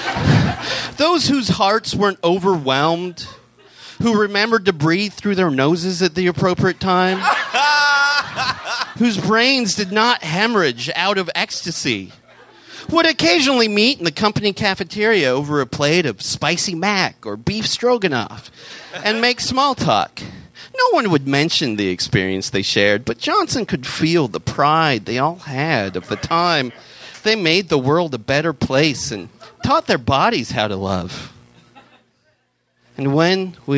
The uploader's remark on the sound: Recorded live at the Rendezvous in Seattle